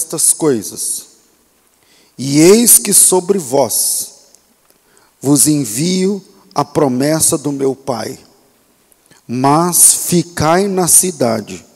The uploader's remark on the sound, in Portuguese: Culto ao vivo